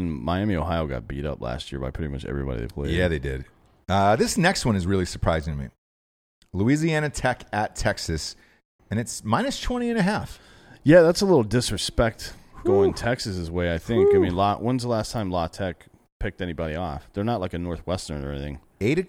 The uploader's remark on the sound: Live From Orlando! Live from Tactical Brewery in Orlando.